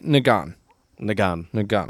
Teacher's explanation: So two A's in there, and the second one's just a normal A. The first one has the falling tone.